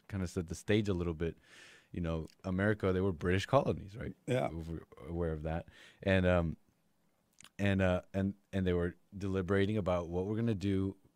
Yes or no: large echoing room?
no